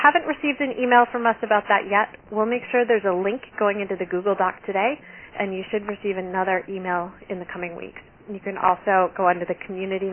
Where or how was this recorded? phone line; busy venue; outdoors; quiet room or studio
phone line